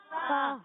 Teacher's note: اچھا، فا کو لام سے ملانا ہے، فا کی ادائیگی ہوتی ہے اوپر والے دانتوں کے کنارے جب نیچے والے ہونٹ کے تر حصے سے لگتے ہیں تو ادا ہوتا ہے فا